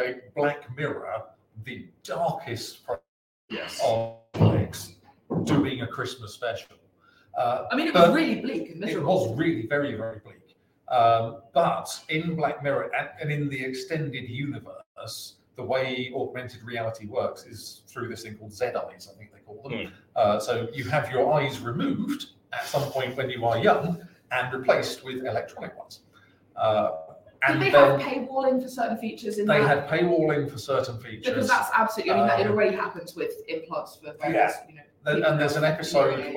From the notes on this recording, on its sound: Live from NDC London. Apologies for the audio quality on this one, it wasn't the ideal recording environment.